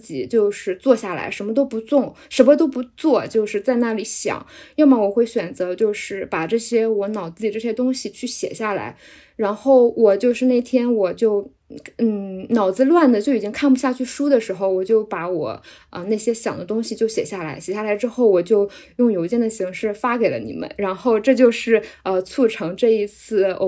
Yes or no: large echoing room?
no